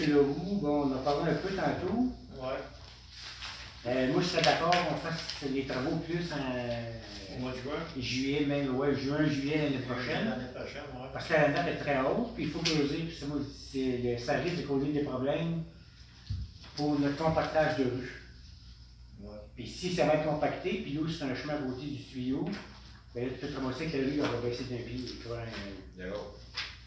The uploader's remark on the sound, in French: Enregistrement de la séance du conseil municipal de Charette du 2 novembre 2020